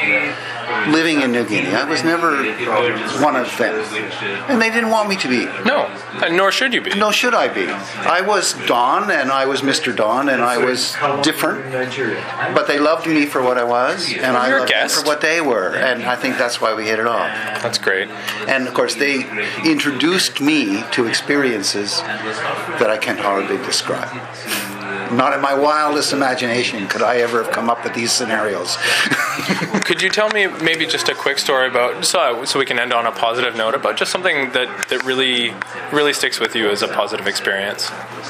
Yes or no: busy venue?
yes